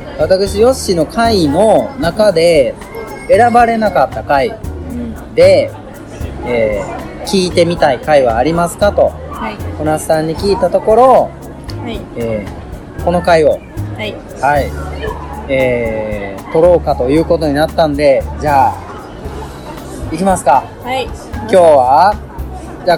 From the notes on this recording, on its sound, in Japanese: 始まって以来初の対面収録でお送りいたします！多少環境音が入っていますので、そこはご容赦くださいませ。